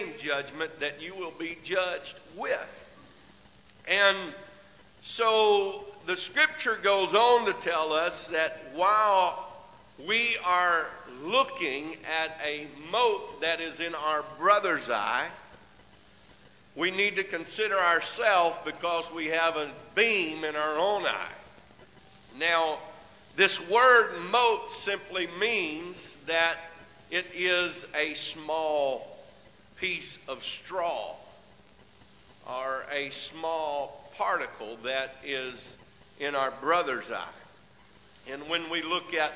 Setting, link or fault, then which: setting, large echoing room